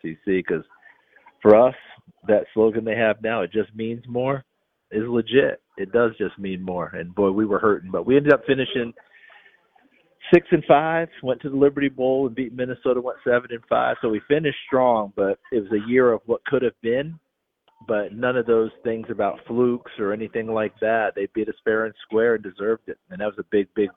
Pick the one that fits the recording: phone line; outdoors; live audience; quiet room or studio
phone line